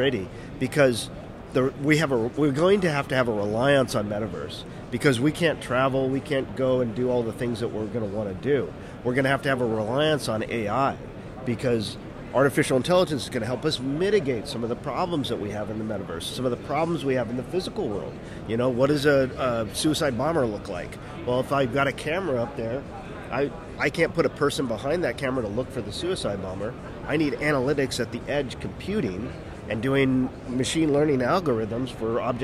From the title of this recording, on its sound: LIVE AT GSX